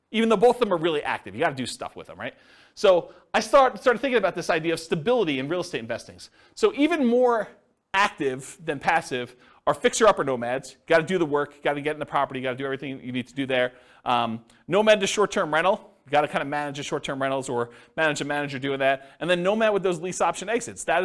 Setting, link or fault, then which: setting, live audience